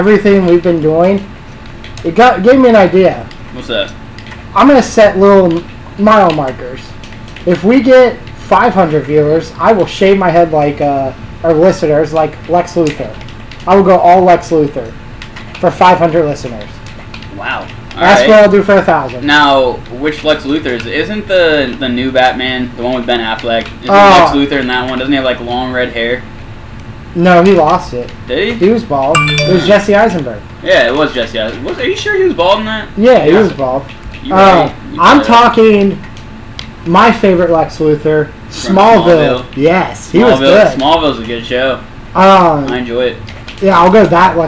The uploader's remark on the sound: In this episode we really dive into the bar room talk with a lot of background noise coming from others in the room. Sorry about the background noise. We were not using mics or sound blockers because I got drunk and did not realize the mic was not plugged in until after.